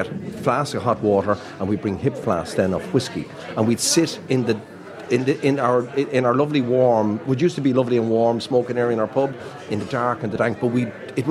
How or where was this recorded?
busy venue